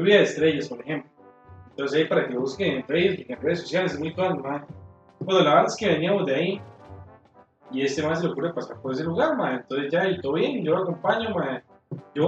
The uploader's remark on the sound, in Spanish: estamos perfeccionando nuestro estudio para tener un audio mas profesional el proximo capitulo